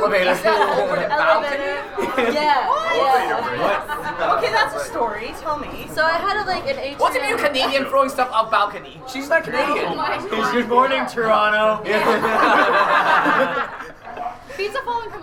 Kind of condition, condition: setting, busy venue